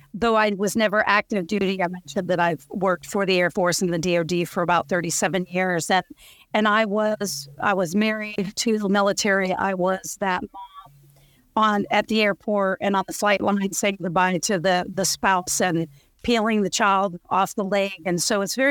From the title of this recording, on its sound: Tesseract Summit 2023: Senior Leader Panel